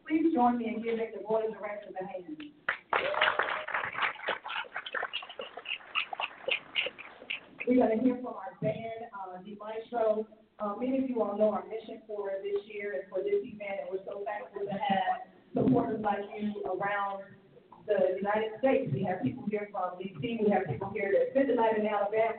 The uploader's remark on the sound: Hats and Heels & Horses - A Derby Event Live at Atlanta Motor Speedway. Hats, Heels & Horses is our signature fundraising event to fund our annual initiatives.